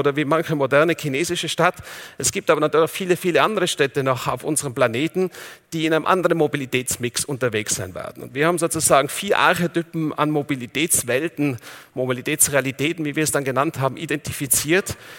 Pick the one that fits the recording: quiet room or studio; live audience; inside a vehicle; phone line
live audience